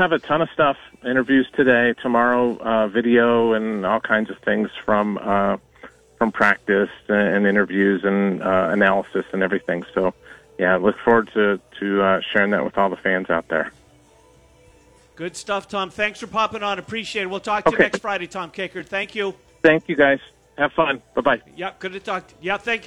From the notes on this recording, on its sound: Live from Circa Las Vegas.